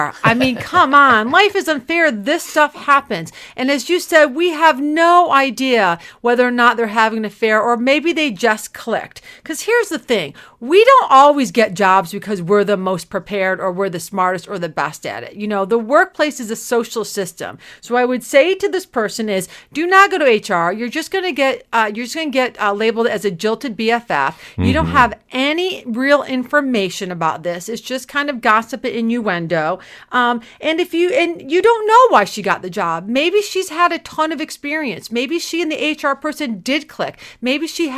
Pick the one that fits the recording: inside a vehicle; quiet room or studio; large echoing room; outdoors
quiet room or studio